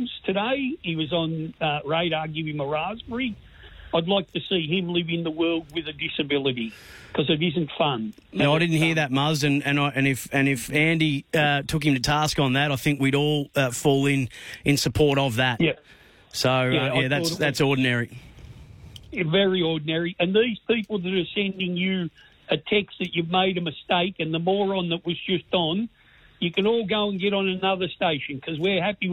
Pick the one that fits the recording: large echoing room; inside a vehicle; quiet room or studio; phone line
phone line